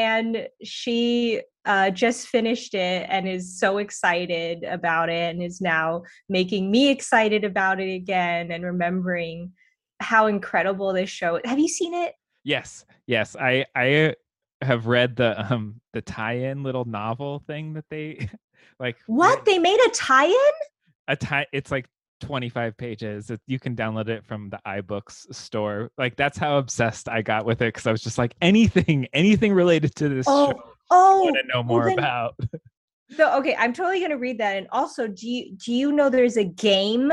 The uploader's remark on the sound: Drops into the Damn Library Hyperspace Zoom Zone.